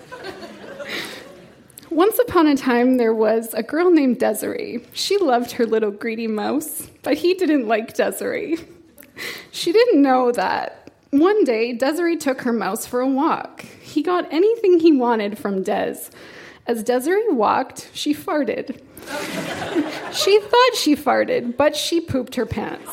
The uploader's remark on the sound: Recorded live at the Victoria Event Centre in Victoria.